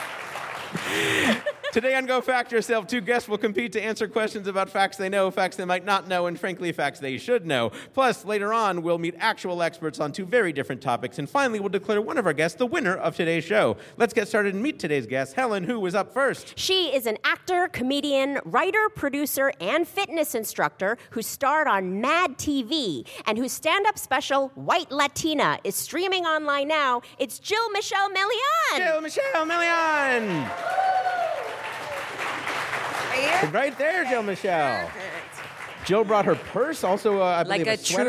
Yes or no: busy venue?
yes